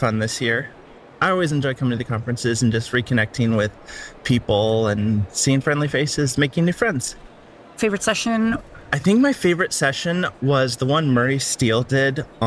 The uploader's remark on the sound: Live From The RubyConf Hallway Track